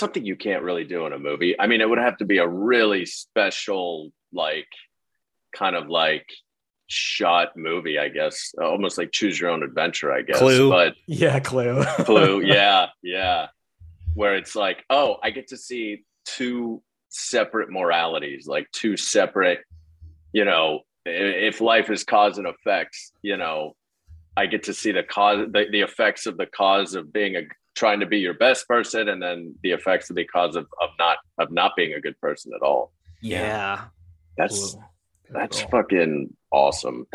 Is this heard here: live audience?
no